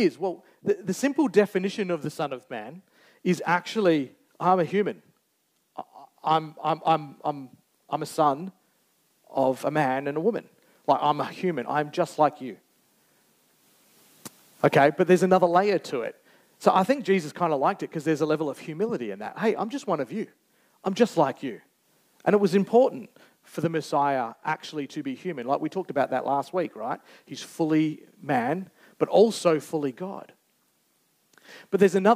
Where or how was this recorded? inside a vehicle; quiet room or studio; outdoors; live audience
live audience